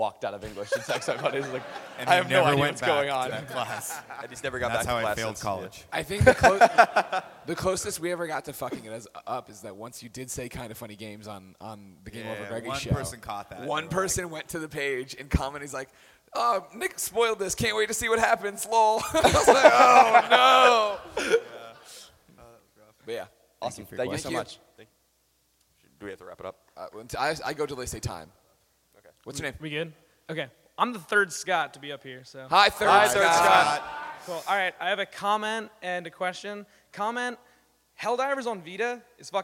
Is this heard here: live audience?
yes